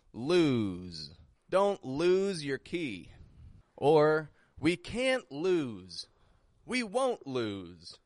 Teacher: when we pronounce the word lose, we're making sure that the S sounds like a Z. We're giving it voice. You can tell if you're doing this by putting your fingers on your throat. · So the S sounds like a Z in the word lose. L-O-S-E. S changes to a Z sound.